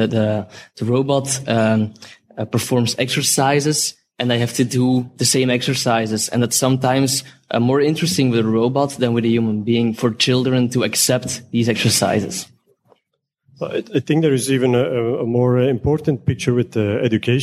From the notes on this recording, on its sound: During the arena event we have a round table conversation with the two speakers in front of a large audience. We are recording this live and publish it as a special ‘live arena’ episode.